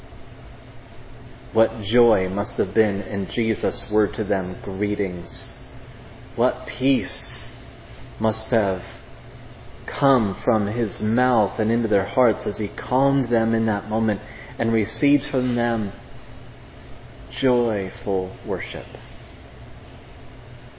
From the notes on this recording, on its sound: This sermon was preached at Providence Church